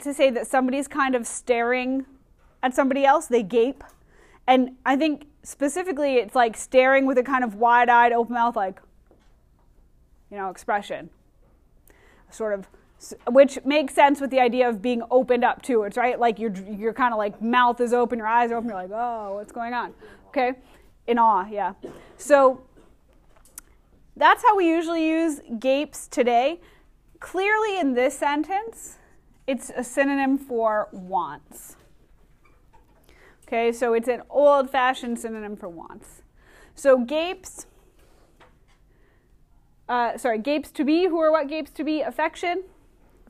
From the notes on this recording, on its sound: Recorded in class 2/24/20